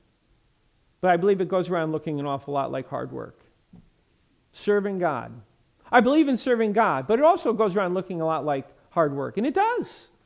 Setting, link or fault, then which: setting, large echoing room